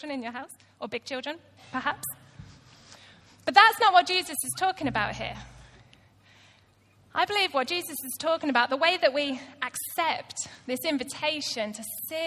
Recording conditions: large echoing room